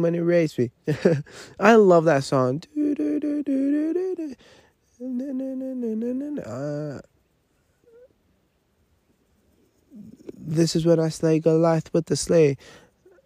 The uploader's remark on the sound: Live from the forest. I am camping alone.